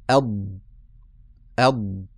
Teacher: ينبغي أن تخرج من إما الجانب الأيمن وإما الجانب الأيسر · Term: الضاد